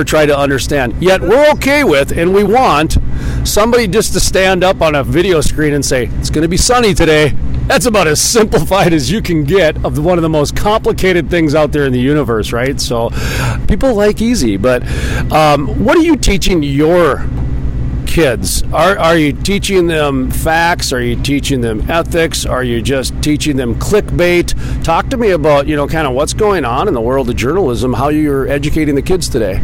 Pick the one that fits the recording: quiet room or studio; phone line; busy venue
busy venue